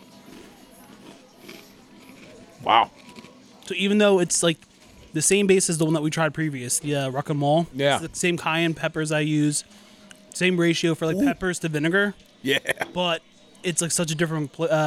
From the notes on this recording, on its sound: I was on location at Johnny's Pizza in Bryn Mawr